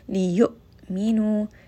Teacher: You can hear that it's kind of abruptly stopping within the throat. Minu, this is a four count med.